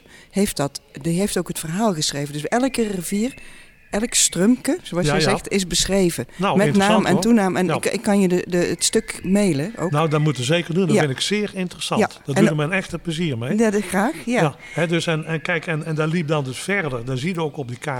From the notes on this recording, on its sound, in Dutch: Tijdens de nationale Klimaatweek in de Stadskas, LocHal in Tilburg.